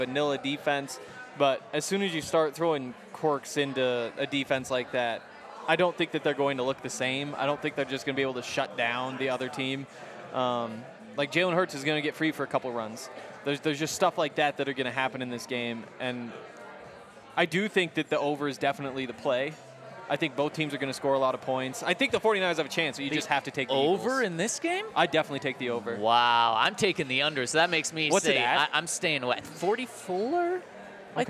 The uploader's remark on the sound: coming to you LIVE from the Breckinridge Brewery Farmhouse